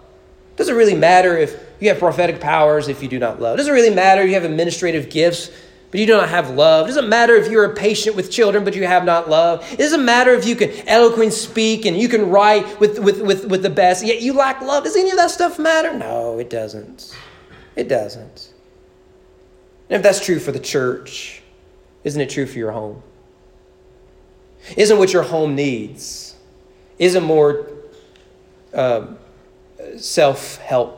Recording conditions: large echoing room